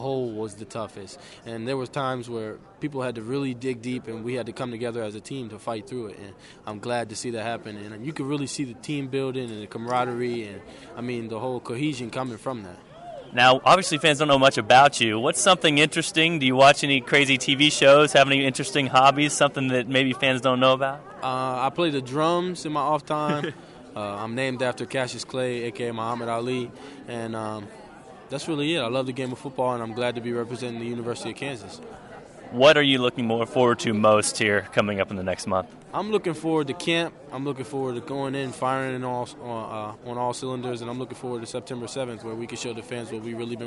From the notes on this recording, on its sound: Press Conferences & Post-Game Interviews.